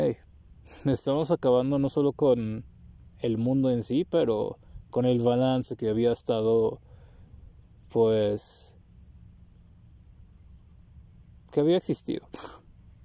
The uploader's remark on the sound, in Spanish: podcast gravado en la mitad de la nada, con la naturaleza alrededor